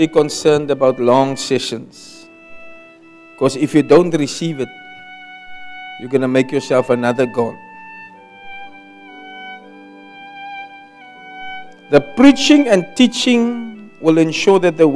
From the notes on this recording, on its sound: Preached at Kleinmond, Servants armed and trained ministry camp.